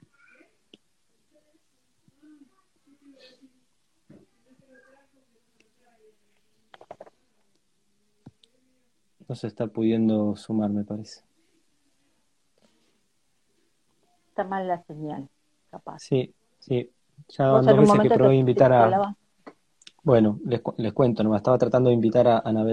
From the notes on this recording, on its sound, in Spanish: Audio de la charla en vivo por Instagram